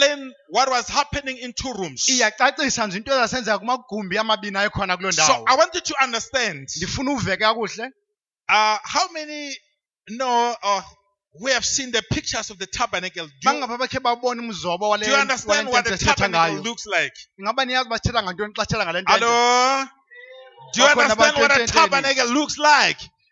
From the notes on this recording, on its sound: Day 2 at the 2018 Passover Conference at Cosmo City Church